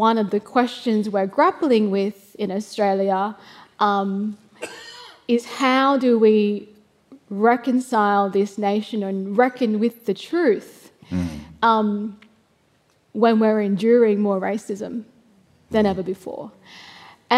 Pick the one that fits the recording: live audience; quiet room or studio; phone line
live audience